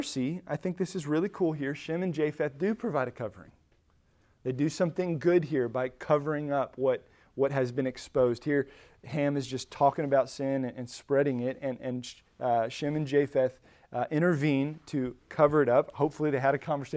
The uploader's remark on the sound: Recorded at Emmaus Church in Buford, GA